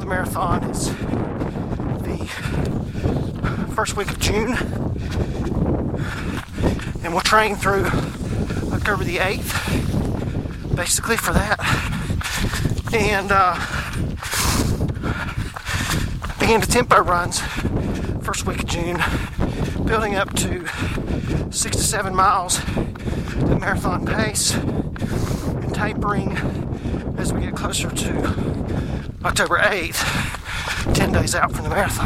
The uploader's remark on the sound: I apologize for the wind noise, but it was blustery--up to 35 mph! Snow on the ground made the run even more difficult, but we got through it. The phone ringing, being put on hold message, and put on hold music used in this episode are all provided by Freesound.org .